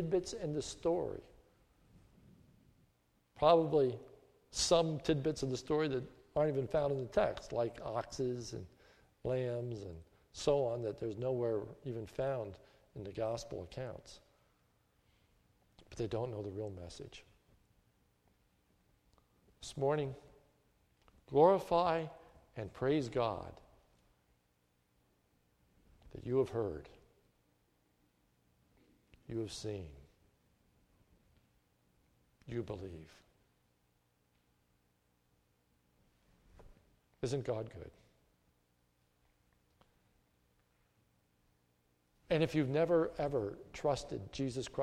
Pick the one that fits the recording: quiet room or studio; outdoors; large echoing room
large echoing room